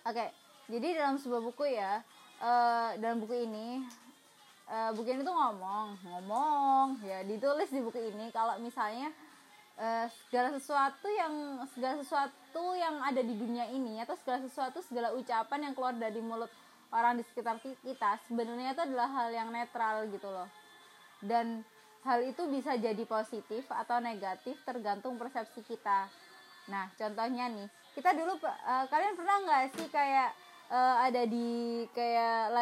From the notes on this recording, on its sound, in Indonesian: Jangan salah fokus sama backsound